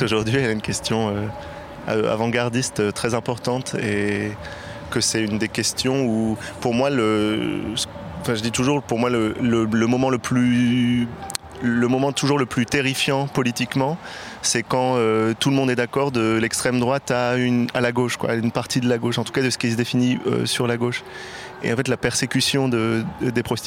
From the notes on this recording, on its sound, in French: En direct de la Villette